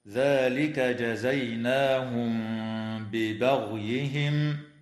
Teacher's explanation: الميم الساكنة في كلمة جزيناهم جاءت قبل حرف الباء، فحكمها الإخفاء الشفوي مع الغنة